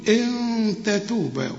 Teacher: نون وبعدها تاء، هنا في بيحصل إخفاء مع الغنة